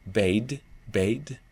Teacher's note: it is eh with a little i · Term: old fashioned cockney